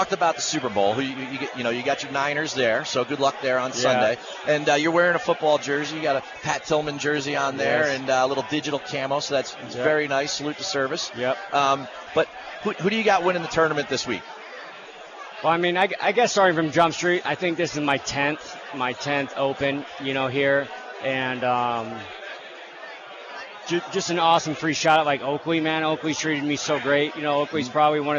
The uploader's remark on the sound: Performs the Show live from the 16th hole at the Waste Management People's Open. This PGA Tour event is known for its immense crowds and great golf action.